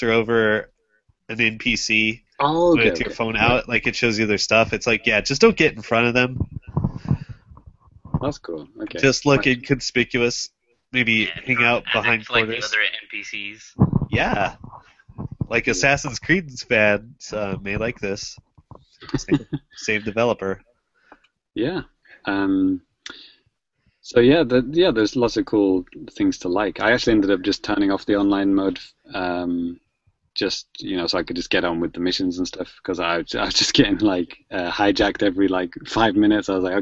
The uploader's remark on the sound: Recorded LIVE via Google Hang Outs on Air